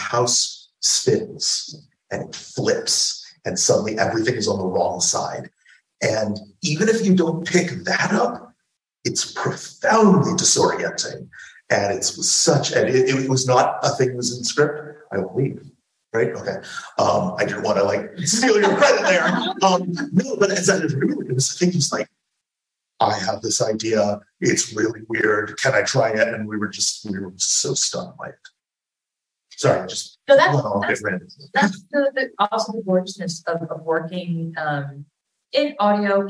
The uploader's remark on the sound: We're so excited to share this live recording of one of our talks at the 2022 University of Pittsburgh Queer Horror Week! This talk was recorded live in a classroom- so the audio is a little rougher than our usual fare.